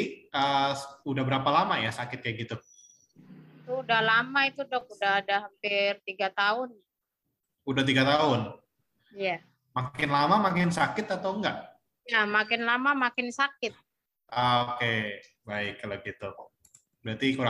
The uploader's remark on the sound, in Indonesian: Podcast ini adalah hasil rekaman dari Webinar "Diet Sembarangan Bisa Berbahaya" pada sesi Q&A.